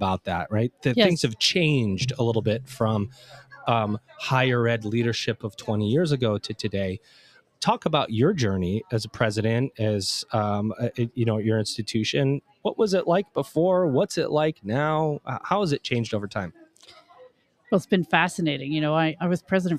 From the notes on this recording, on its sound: LIVE from the MSCHE Annual Conference. Recorded LIVE & in person from the Middle States Commission on Higher Education (MSCHE) 2023 Annual Conference, in Philadelphia, PA.